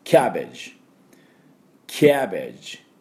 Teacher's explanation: キャベツの音はキャベジで、キャ、ここにアクセントがあります